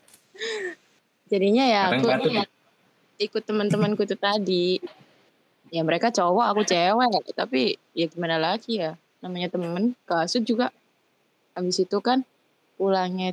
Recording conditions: video call